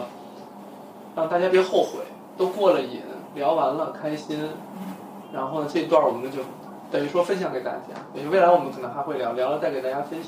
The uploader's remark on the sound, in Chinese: 声音录制有些问题，我录制的那个版本因为衣服摩擦麦克风会有杂音。录视频的音频拿出来仍然有杂音。